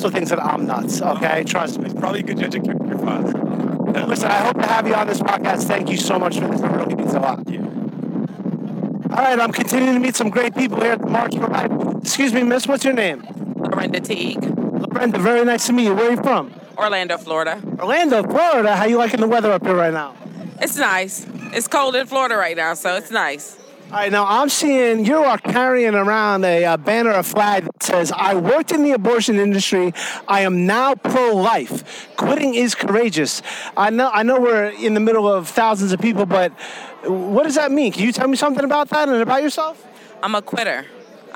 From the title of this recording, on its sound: Live From The March For Life in D.C.